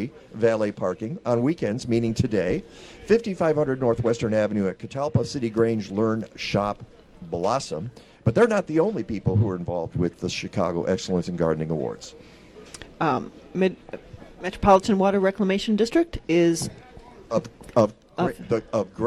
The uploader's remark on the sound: WCGO Radio is broadcasting live from Evanston's Custer Fair.